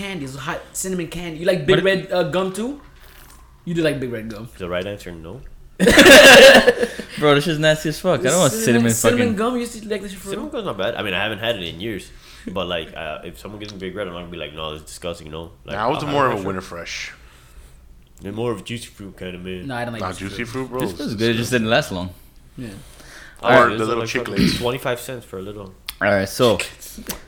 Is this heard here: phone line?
no